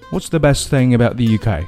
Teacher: What's the best to 就省略不要了，或者说跟后面连在一起了。